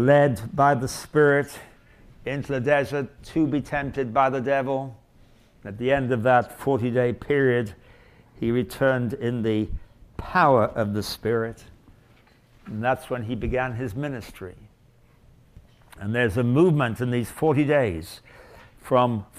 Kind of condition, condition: setting, live audience